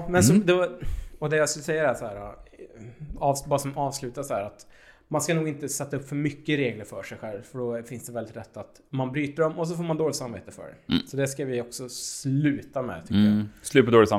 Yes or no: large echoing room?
no